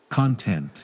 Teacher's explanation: So we pronounce con with high note.